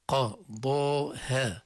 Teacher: القاف مفخمة، الضاد والألف مفخمات، الهاء والألف مرققات